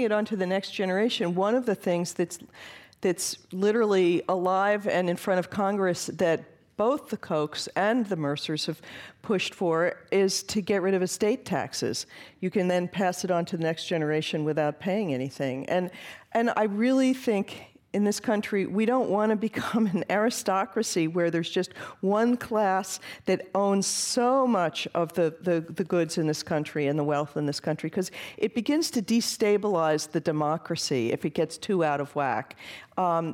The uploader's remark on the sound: This program was recorded in front of a live audience at the Louis B. Mayer Theatre at Santa Clara University on April 4, 2017.